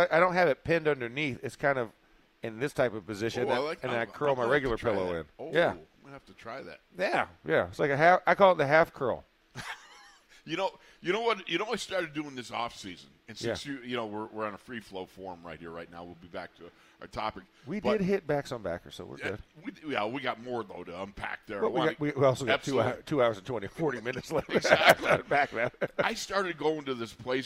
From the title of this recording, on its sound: In the Locker Room Live from Steelers Camp Day 5